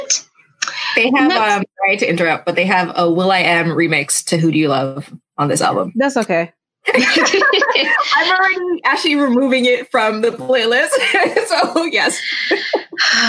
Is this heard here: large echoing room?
no